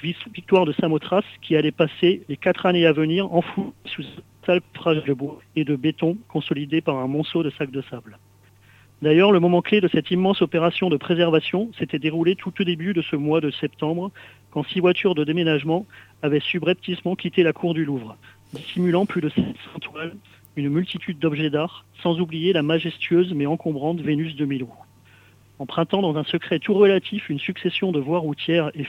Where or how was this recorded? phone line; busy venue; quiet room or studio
phone line